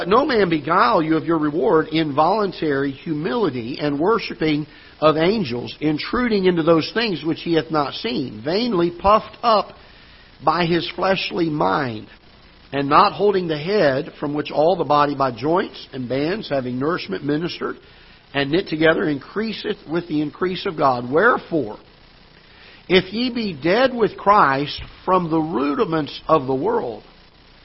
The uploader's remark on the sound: Ketha Heights Baptist Church ~ Live Broadcast